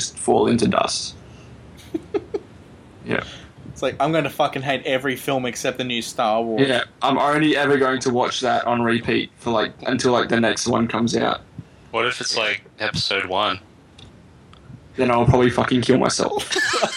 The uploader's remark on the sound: Apologies for the futuristic sounding voices of the crew, we had some feedback coming through